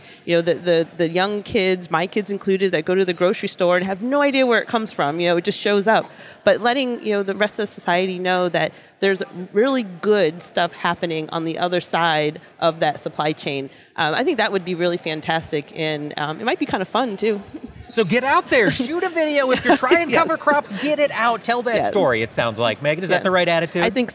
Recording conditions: busy venue